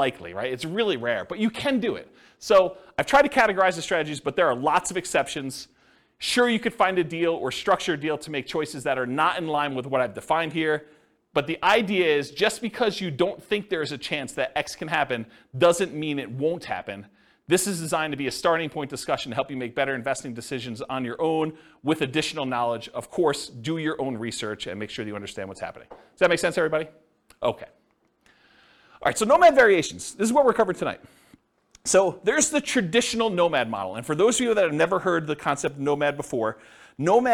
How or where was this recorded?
live audience